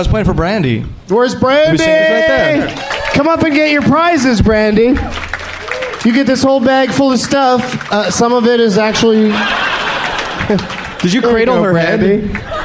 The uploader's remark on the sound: Live from Cobb's Comedy Club at SF Sketchfest.